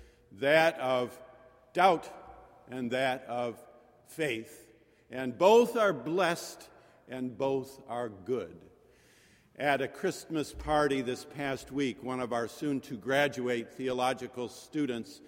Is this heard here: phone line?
no